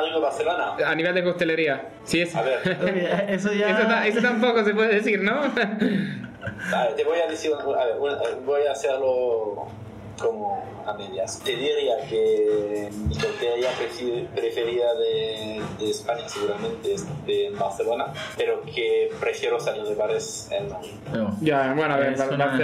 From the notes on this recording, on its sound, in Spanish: Disculparnos por la mala calidad audio y ruido de fondo. Tuvimos unas dificultades técnicas inesperadas.